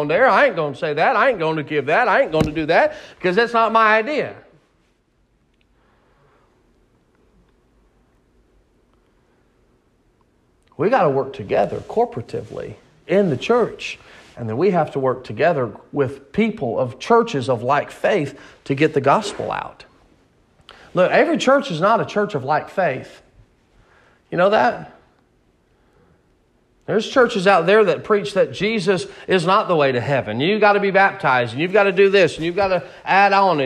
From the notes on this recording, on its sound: Sermon preached at Mid County Baptist Church in Nederland Texas